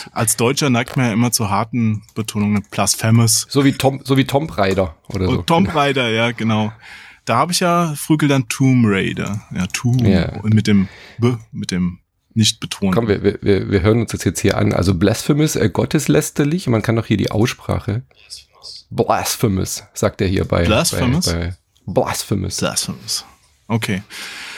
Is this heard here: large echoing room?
no